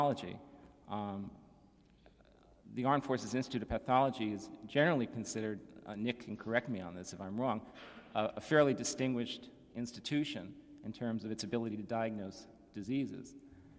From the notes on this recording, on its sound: There is a very involved Q&A portion of this event.